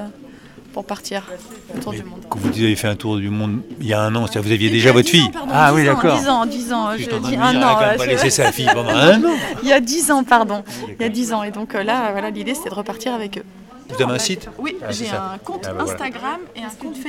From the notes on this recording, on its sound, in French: Ayant eu la chance d'être invité au festival organisé par les aventuriers du bout du monde, j'y suis allé avec mon micro.